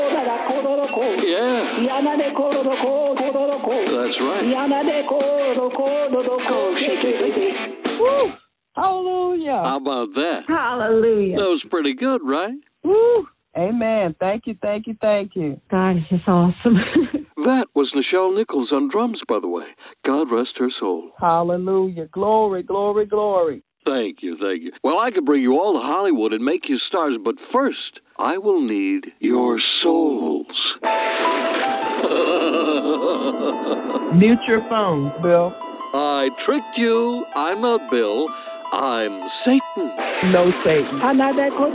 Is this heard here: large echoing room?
no